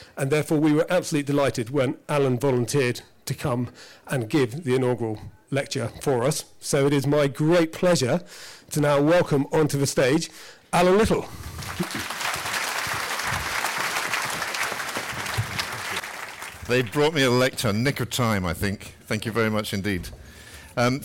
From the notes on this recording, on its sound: A live recording from the inaugural Brewin Dolphin Lecture at the Baillie Gifford Borders Book Festival in Melrose.